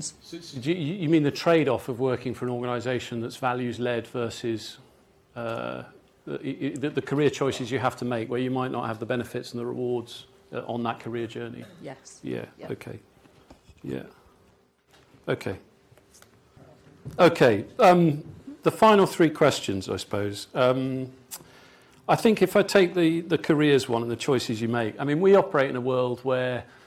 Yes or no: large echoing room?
yes